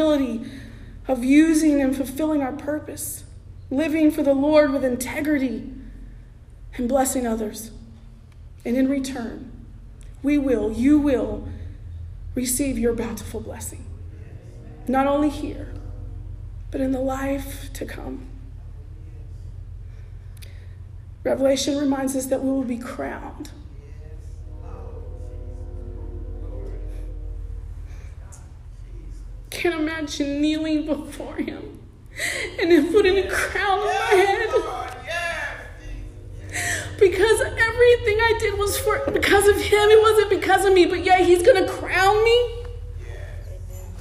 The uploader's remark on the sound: Sermon preached at The Salvation Army Augusta Kroc on November 26, 2023